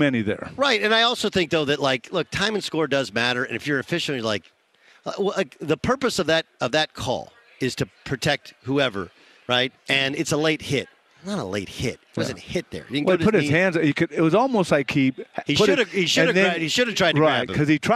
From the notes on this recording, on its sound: Live from Radio Row in Phoenix ahead of the Super Bowl!